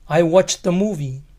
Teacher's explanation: Notaron que la T se oye más clara al juntarse con la A.